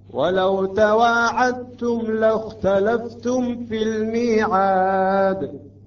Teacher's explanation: واحد من الإدغامات يسمى الإدغام المتجانس هنا أحد المواضع الدال تدغم في التاء